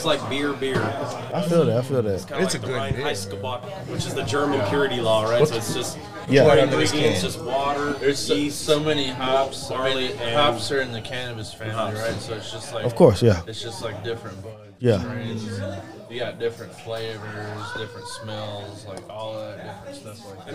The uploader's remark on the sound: On today's show, we live at Panther Creek Brew's.